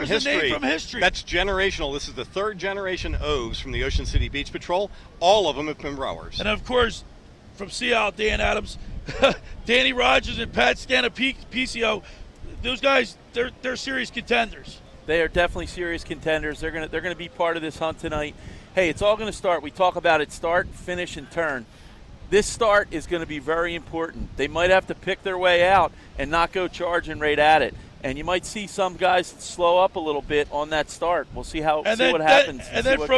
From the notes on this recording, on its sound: 97.3 ESPN's Live coverage of the 2023 Margate Memorial Lifeguard Championships from the beach in Margate.